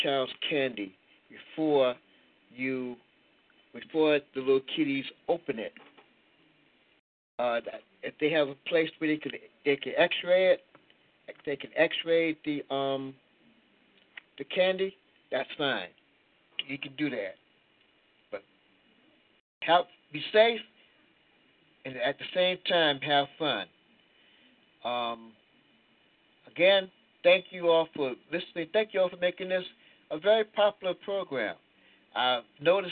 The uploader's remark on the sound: as well as your phone calls